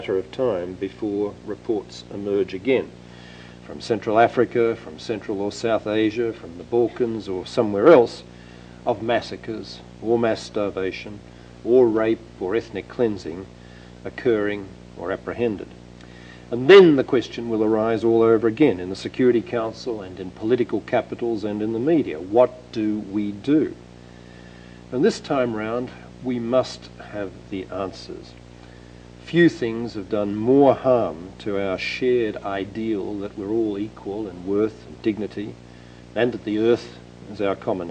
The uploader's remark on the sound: 2002 Lecture at Stanford.